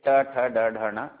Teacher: हमारे मूर्धा से बोले जाते हैं · Term: टवर्ग